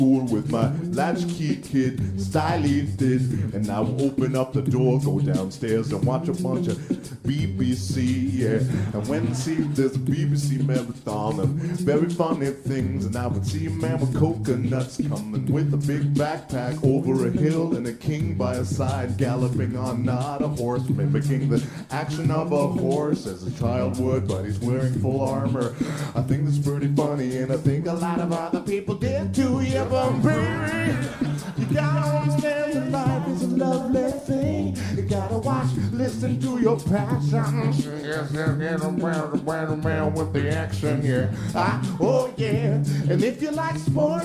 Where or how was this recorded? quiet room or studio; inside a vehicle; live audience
live audience